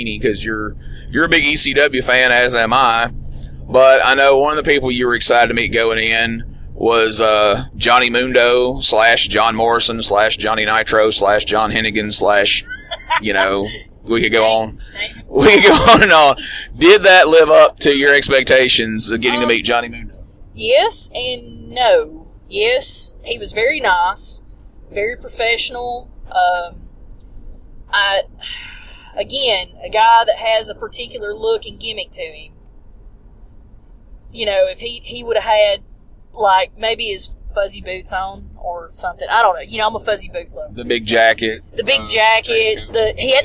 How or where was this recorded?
inside a vehicle